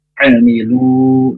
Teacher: huruf ain dari tenggorokan yang tengah. A, jangan nga atau a.